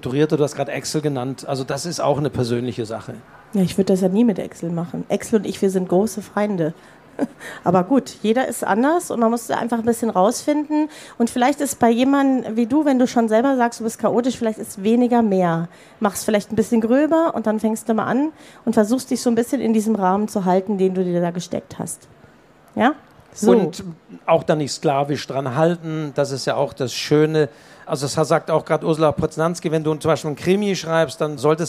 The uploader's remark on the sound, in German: Live: Leipziger Buchmesse 2023. Live-Mitschnitt!